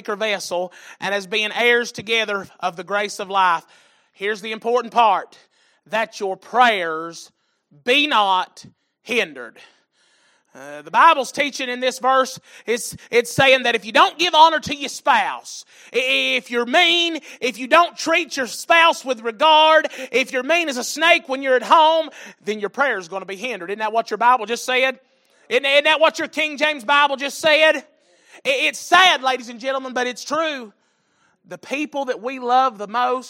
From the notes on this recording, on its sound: Sunday Evening Service